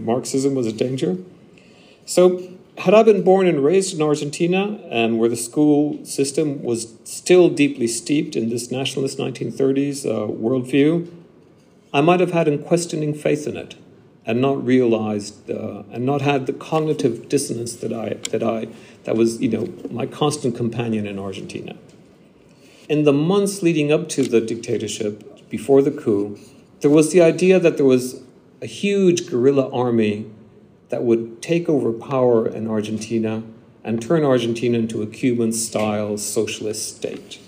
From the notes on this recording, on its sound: Extract from my lecture at London University, Senate House, on 18 May 2023.